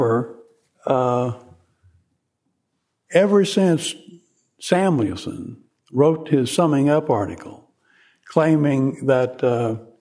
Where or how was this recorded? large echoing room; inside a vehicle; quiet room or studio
large echoing room